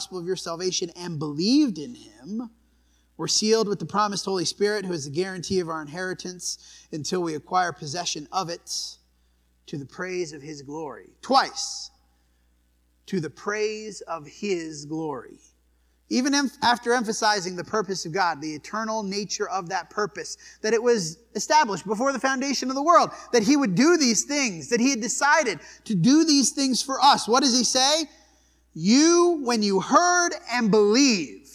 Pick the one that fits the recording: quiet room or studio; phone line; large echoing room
large echoing room